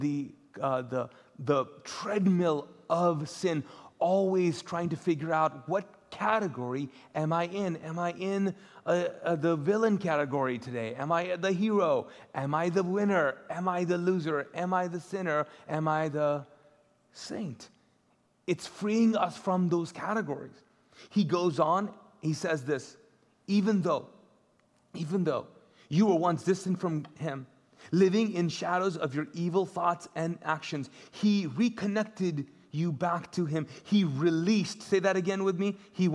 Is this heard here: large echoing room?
yes